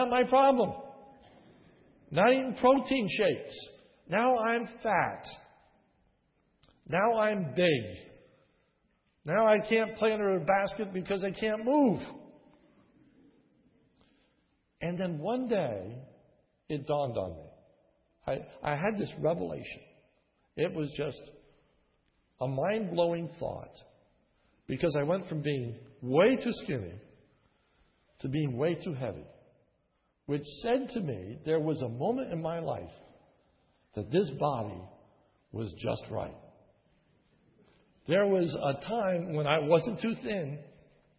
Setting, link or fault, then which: setting, large echoing room